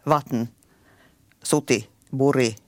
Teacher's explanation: de här typiska hangö som är kort vokal och kort konsonant